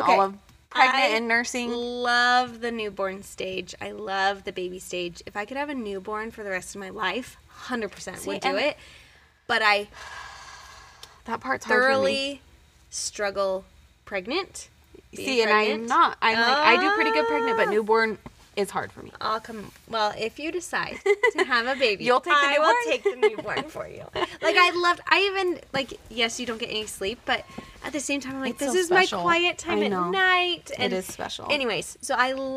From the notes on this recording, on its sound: we really record in our van